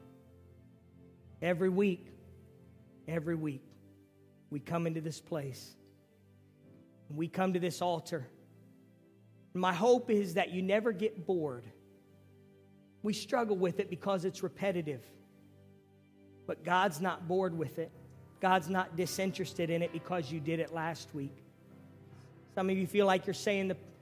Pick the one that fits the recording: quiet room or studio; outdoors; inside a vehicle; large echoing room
large echoing room